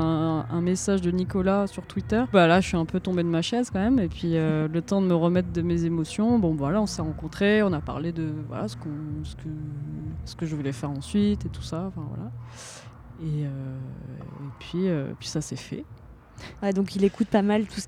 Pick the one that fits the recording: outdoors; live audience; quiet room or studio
outdoors